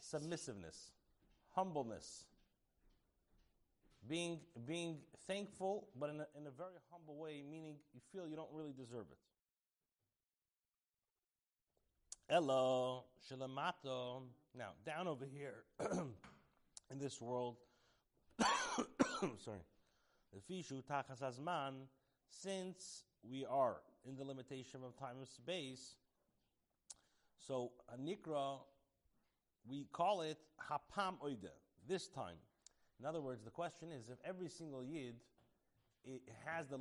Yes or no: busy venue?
no